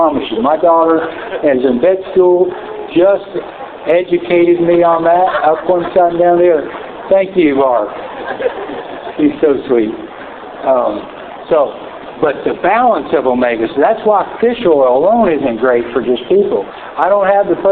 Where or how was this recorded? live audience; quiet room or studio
live audience